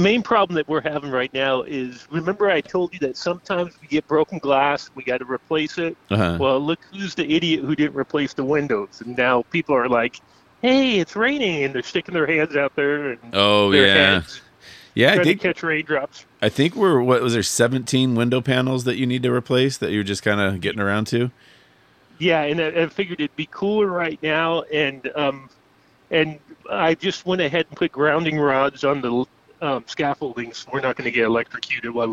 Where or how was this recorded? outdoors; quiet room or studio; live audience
outdoors